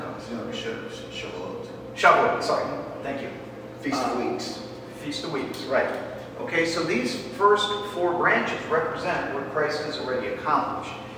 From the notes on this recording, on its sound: This is a recording of a Men's event we did before Christmas 2023. The Audio is not our highest quality.